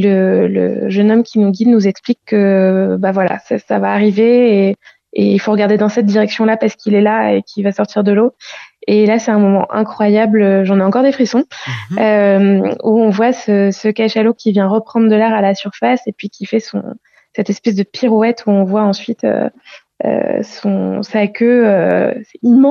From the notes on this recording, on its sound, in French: par téléphone